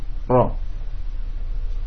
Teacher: Dasar istilah adalah bergetarnya ujung lidah ketika mengucapkan huruf, goyang, bergetar, tidak diam makhrajnya. Hurufnya hanya satu, yaitu ro. · Term: takrir